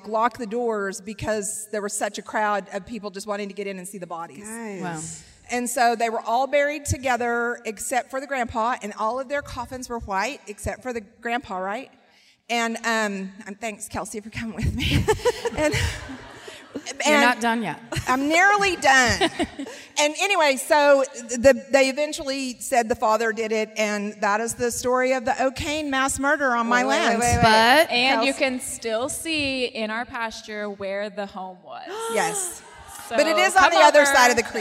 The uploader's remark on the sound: Live at the Civic Center Music Hall in Oklahoma City.